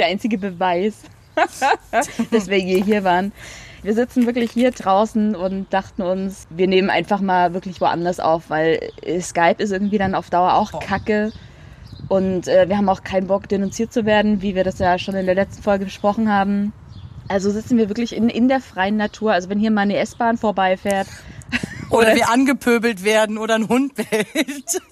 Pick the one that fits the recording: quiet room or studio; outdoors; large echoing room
outdoors